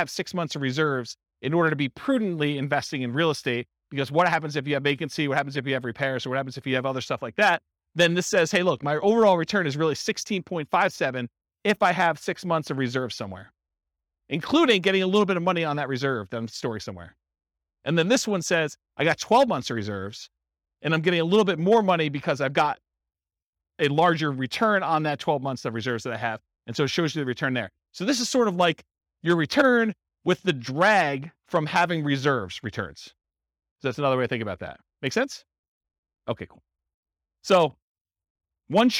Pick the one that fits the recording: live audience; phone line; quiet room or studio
live audience